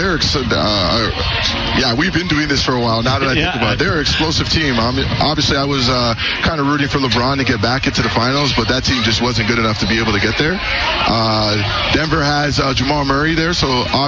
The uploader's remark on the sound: LIVE from Commonwealth Stadium for Fan Day